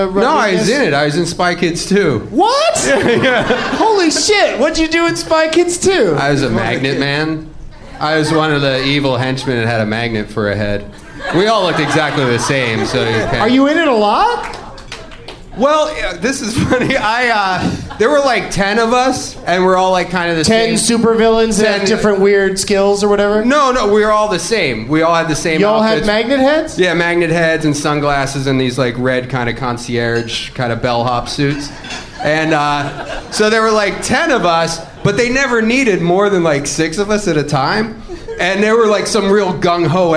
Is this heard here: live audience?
yes